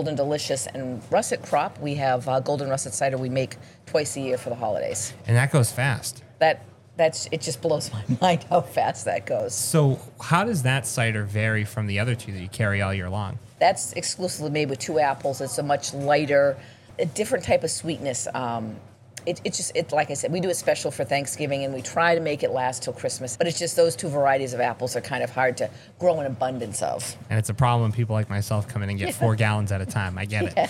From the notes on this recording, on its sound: On The Road at Bolton Orchards.